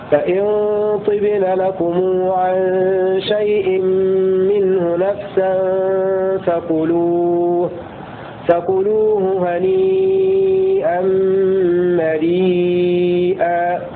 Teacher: نأتي بصلة الميم لقالون